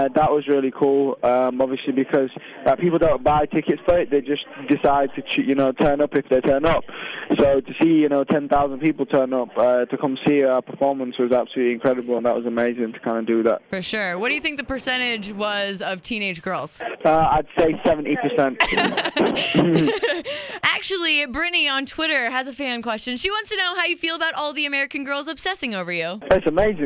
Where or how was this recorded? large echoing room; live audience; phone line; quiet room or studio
phone line